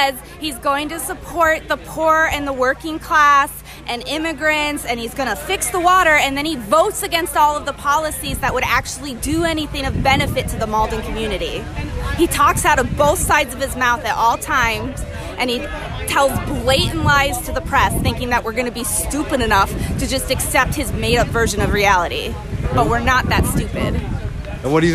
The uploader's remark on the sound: We spoke to and recorded audio from Saturday’s Rally outside of the rental property.